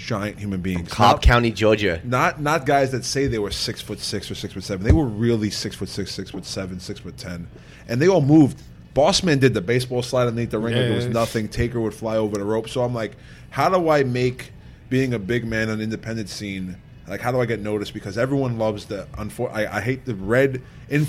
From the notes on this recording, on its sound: The show was recorded from the legendary Jack Demseys.